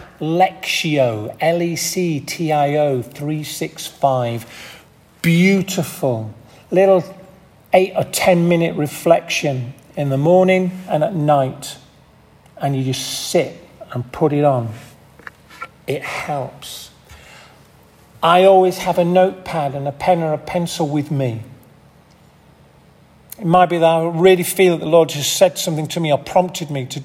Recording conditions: large echoing room